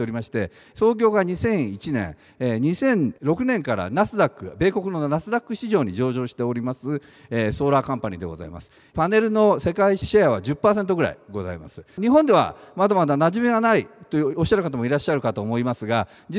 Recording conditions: live audience